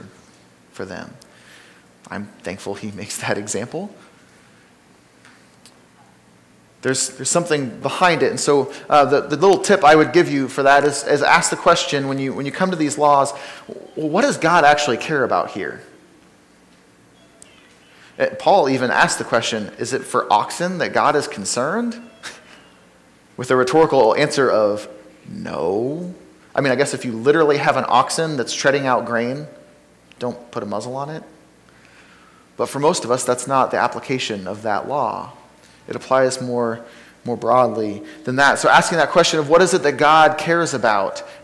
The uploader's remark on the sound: Sermon from Ninth Street Christian Church